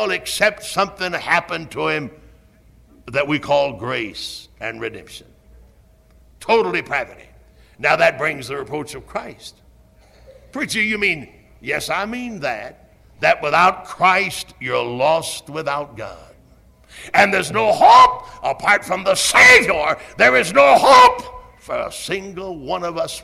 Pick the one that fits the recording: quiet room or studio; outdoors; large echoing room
large echoing room